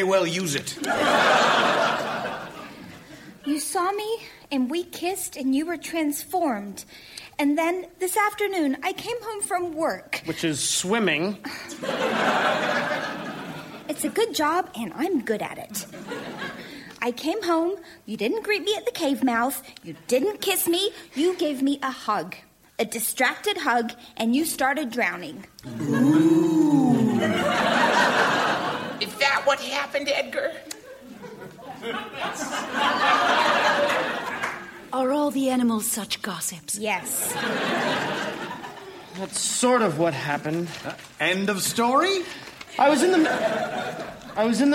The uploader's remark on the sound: Recorded Live 2/1/2014 at Largo, Los Angeles.